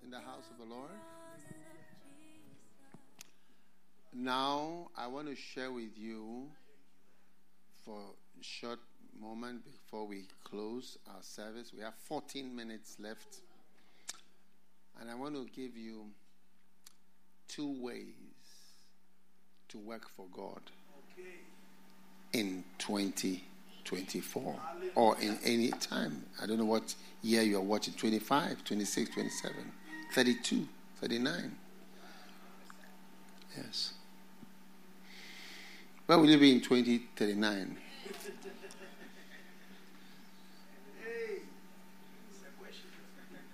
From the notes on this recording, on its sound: Preached at The FLOW Church Service. First Love Studio.